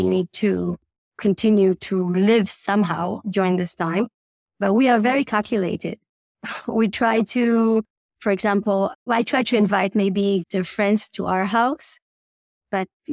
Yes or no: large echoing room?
no